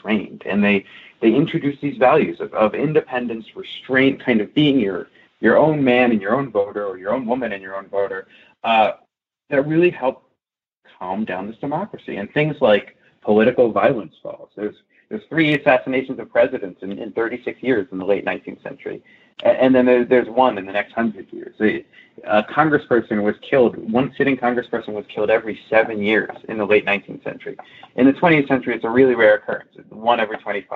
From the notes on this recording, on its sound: Via internet phone.